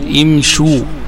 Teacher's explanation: وقد تكون عارضة كما في امشوا وارموا، هذا ضم عارض لمناسبة الواو، لأن الفعل مشى يمشي، فإذا أتيت بالأمر منه تقول امشي إن كان لواحد، فإذا أسندته لواو الجماعة تقول امشوا، فضمت الشين لمناسبة الواو